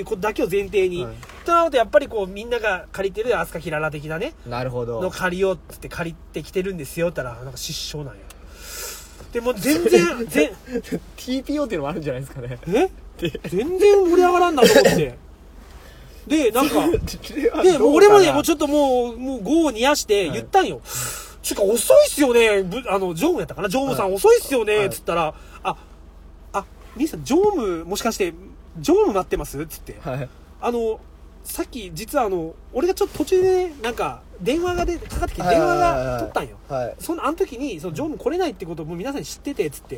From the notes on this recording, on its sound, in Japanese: 会社の忘年会終わり、一次会でさっと帰ったのち、いつもの営業車の中で酔っ払いトークです。